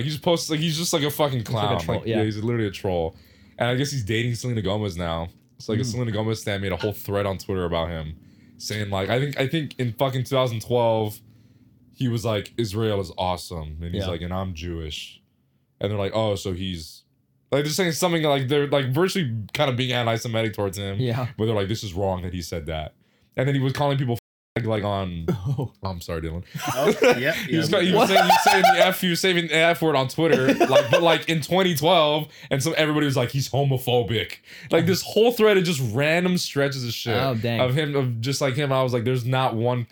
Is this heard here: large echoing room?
no